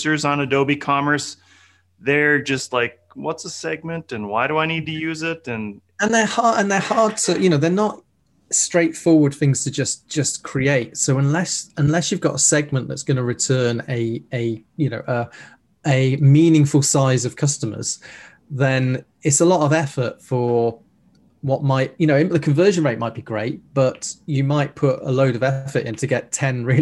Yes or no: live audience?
no